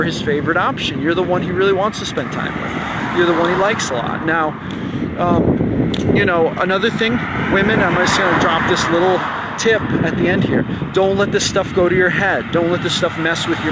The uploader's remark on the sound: Note: I apologize for the wind noise!!!! This was a clip I recorded while on a walk—so it’s raw and unfiltered!